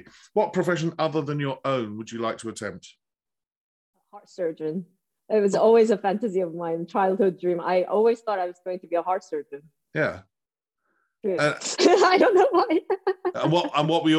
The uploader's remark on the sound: This interview was recorded on 31st January 2022 via Zoom.